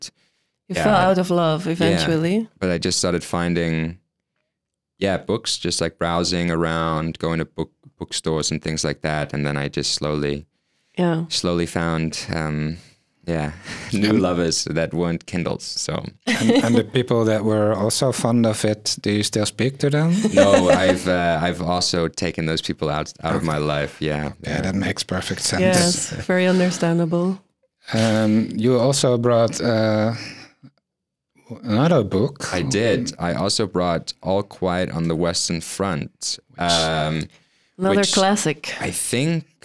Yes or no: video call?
no